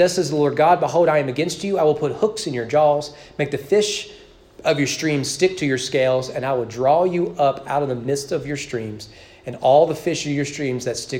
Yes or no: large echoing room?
yes